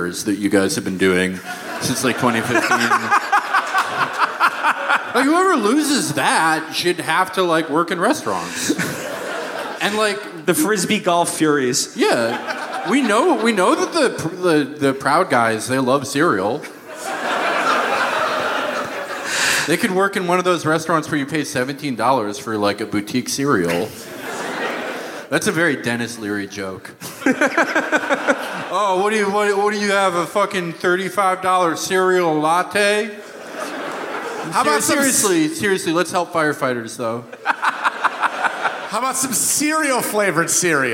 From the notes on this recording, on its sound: Live from the Aladdin Theater in beautiful Portland, Oregon!